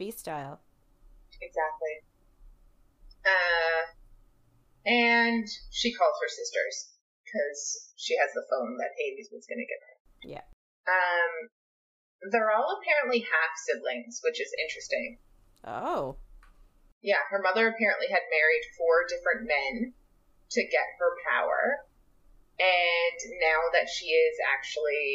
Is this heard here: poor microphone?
yes